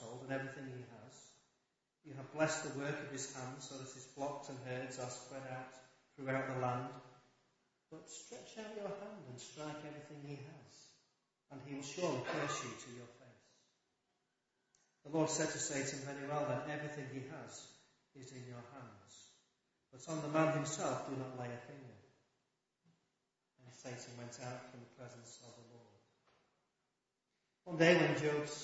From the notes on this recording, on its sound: Apologies for poor quality of recording